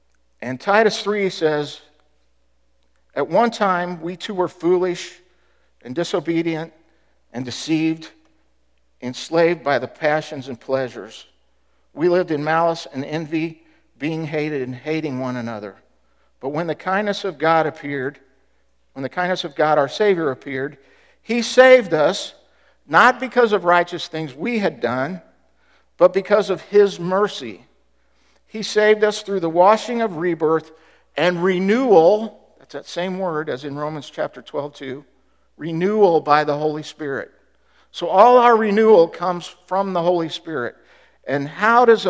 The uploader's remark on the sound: Was recorded at The Calling Community Church located in Platte City, Missouri. Services are held at 10:30 AM in the Platte County High School School Auditorium.